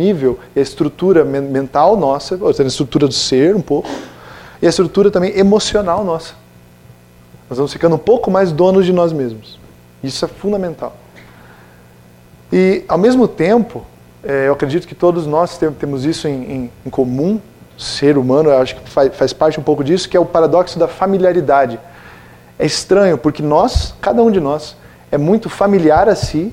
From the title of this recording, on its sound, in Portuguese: Palestra ao Público